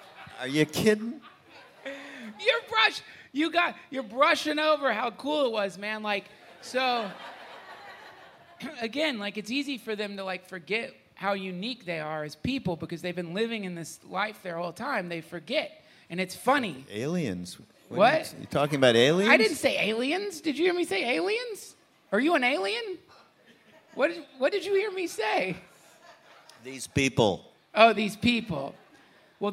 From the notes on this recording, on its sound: Live from the 2017 Spring on Maui Retreat